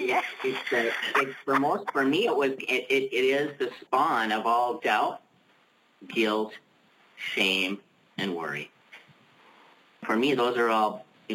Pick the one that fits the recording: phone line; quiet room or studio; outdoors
phone line